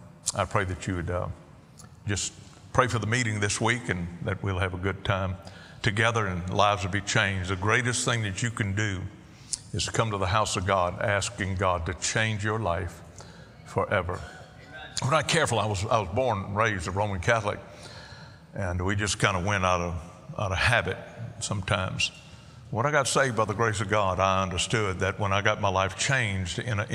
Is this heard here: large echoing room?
yes